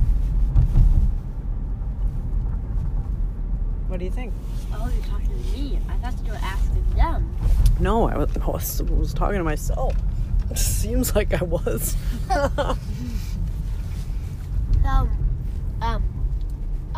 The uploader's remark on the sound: Brief, unedited, unscripted, thought generating dialog, recorded on my commutes to the office and other random places. This is episode was generated while on an evening ice cream run.